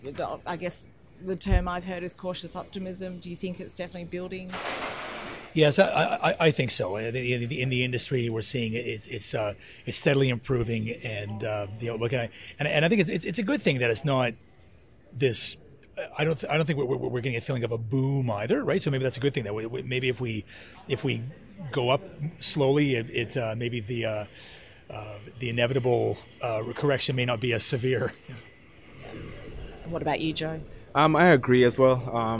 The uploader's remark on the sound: This podcast was recorded from the Trade Show floor at one of the largest mineral exploration conferences in the world - PDAC 2018.